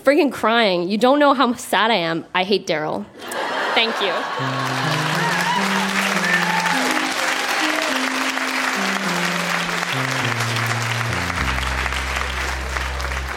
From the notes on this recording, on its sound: Recorded live at The Gladstone Theatre in Ottawa.